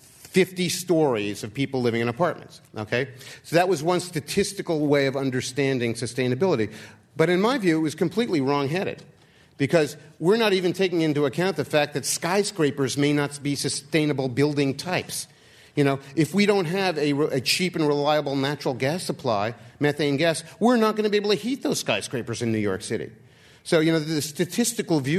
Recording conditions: live audience